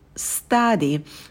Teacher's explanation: Звук T мы не придыхаем, потому что он идет после S. Но на звуке «с» можете посидеть подольше, потянуть его.